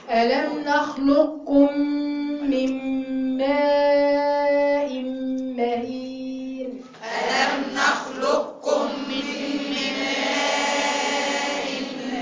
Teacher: هنا القاف والكاف فيها إدغام. هتنطقيها قاف بس